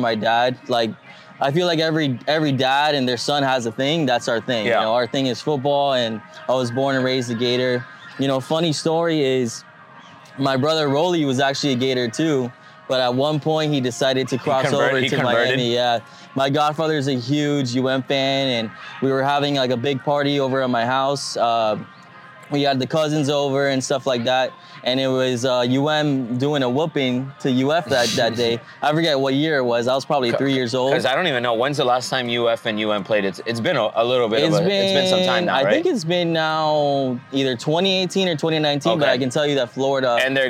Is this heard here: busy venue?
yes